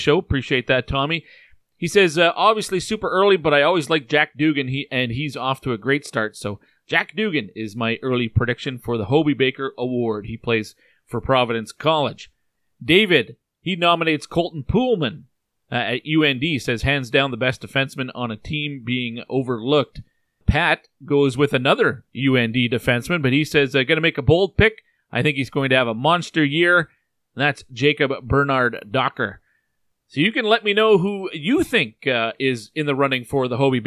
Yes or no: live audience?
no